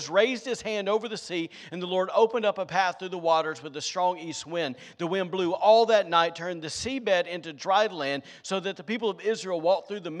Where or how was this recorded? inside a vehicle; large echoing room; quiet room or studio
large echoing room